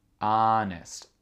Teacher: Le H ne se prononce pas, c'est comme en français, c'est comme honnête.